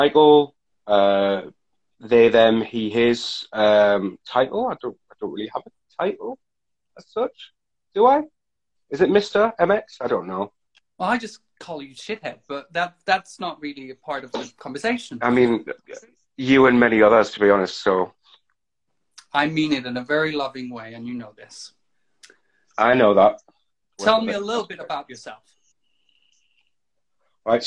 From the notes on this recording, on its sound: Recorded on 1 August 2020 on Instagram Live